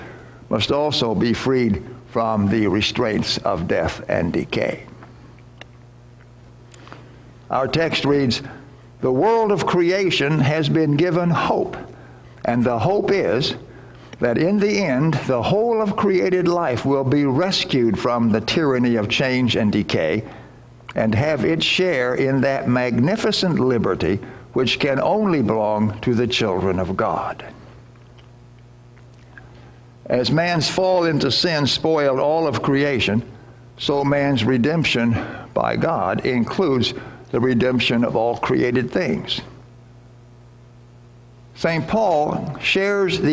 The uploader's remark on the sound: Worship Recording from Sunday, July 11th at First Lutheran Church and School in Clearwater, Florida